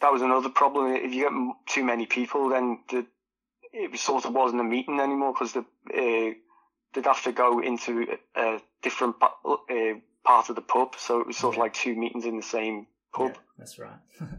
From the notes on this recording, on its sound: In conversation, over the phone